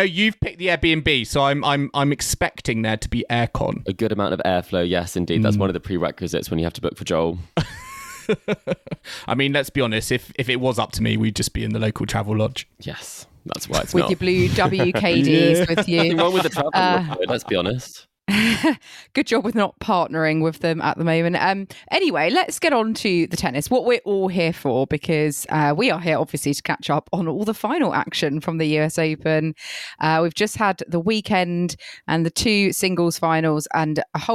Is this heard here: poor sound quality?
no